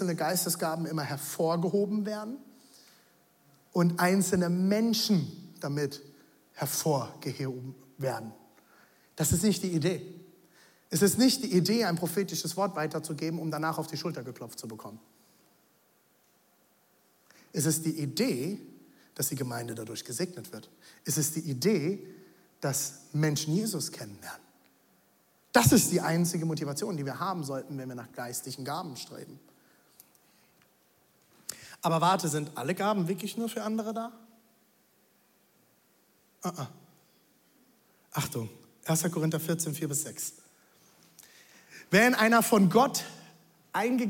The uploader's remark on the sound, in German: Audiomitschnitt der Predigt